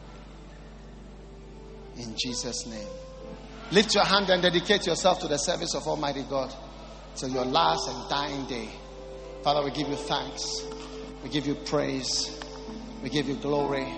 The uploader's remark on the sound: Preached at the 'Q4 Easter Convention' at The Qodesh.